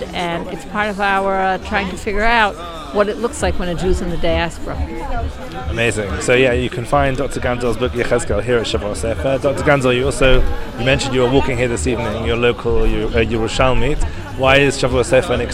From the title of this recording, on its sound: LIVE from Shavua HaSefer in Jerusalem